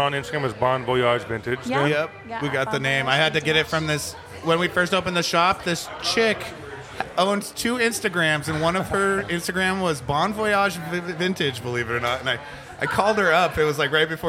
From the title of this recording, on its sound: LIVE FROM NORTHWEST THRIFTCON